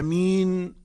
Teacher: ويتحقق المد بإطالة النطق في الألف آمين والياء آمين.